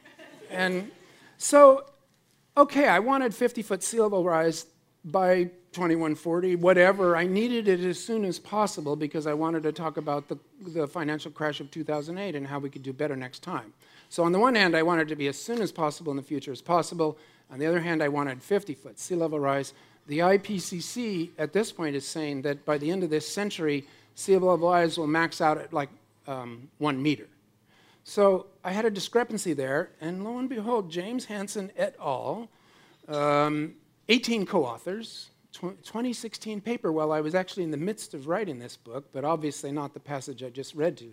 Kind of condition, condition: setting, busy venue